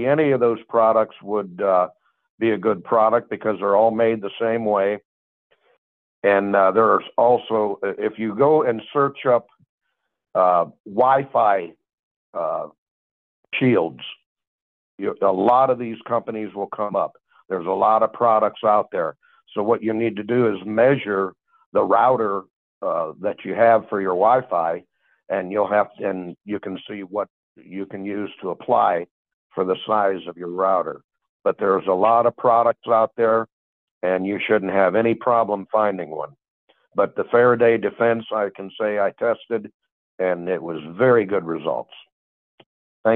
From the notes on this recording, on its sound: Sunday Call In Bible Study January 14, 2024